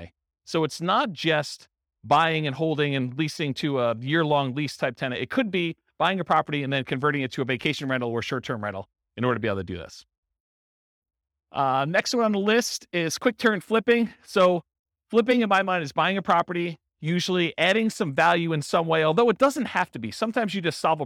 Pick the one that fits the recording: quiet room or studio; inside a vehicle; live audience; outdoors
live audience